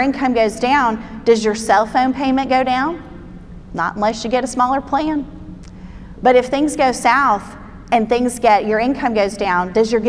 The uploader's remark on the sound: Spoke at our REFRESH conference in Nassau, Bahamas. This podcast is her teaching session on Day 01.